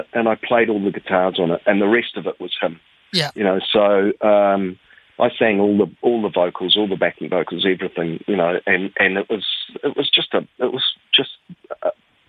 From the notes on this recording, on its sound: An in-depth chat over the phone